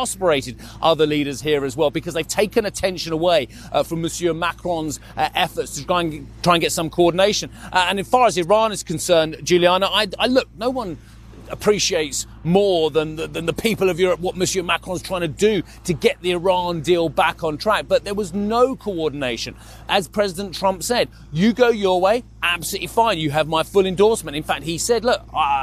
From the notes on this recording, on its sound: We are live at the G7 in Biarritz, France